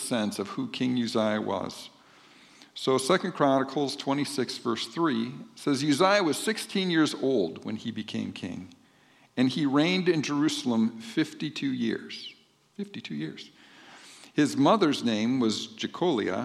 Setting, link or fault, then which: setting, large echoing room